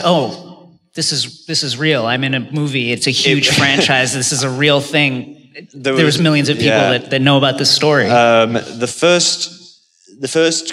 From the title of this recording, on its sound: Live From LeakyCon 2018